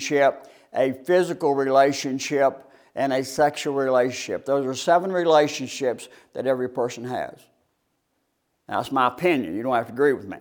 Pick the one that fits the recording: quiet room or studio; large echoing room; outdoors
large echoing room